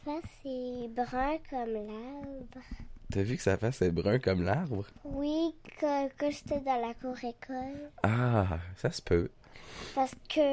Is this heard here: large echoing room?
no